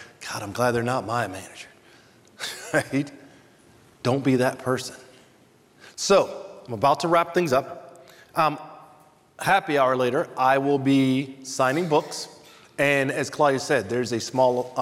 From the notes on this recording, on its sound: In the keynote session at the 2023 B2B Sales & Marketing Exchange this past August.